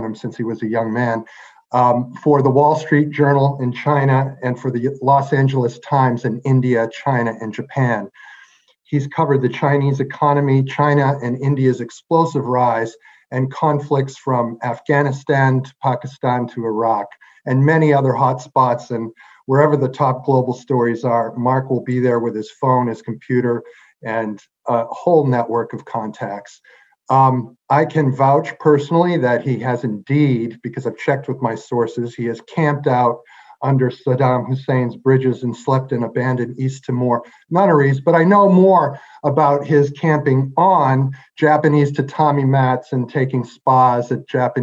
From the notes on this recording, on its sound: RECORDED: Monday, March 22, 2021 via video conference